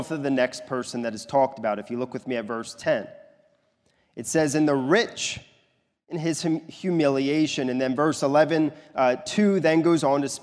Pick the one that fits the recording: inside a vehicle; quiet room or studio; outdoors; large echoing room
large echoing room